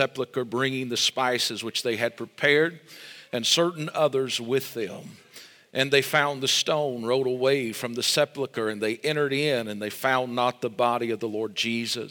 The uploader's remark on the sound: This message was recorded LIVE Sunday Morning April 9, 2023.